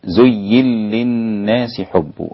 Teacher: الإدغام الكبير للسوسي، النون في اللام